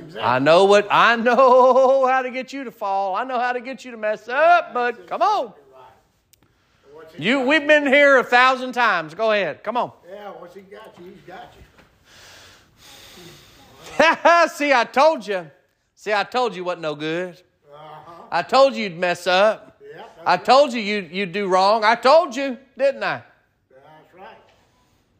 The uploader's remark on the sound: Sermon preached at Mid County Baptist Church.